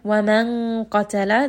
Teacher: وَمَنْ قَتَلَ، this is going to be إِخْفَى، we are hiding the noon sound within the qaf